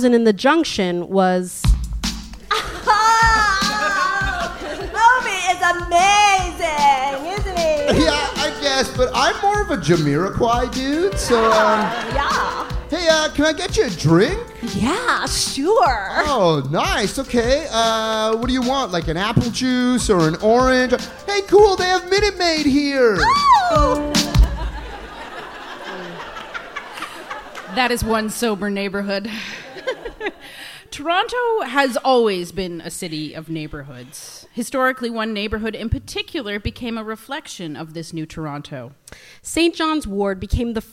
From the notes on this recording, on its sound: It's our first live show! Recorded in front of an audience for the Hotdocs Podcast Festival.